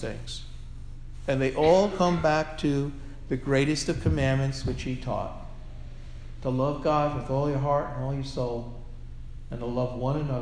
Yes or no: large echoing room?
yes